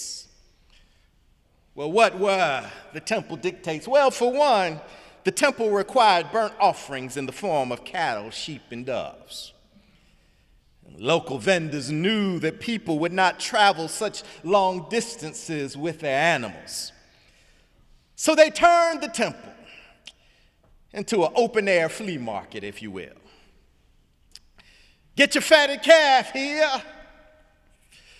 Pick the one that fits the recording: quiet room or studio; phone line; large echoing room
large echoing room